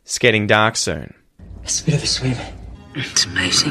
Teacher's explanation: we contract it is into just the S sound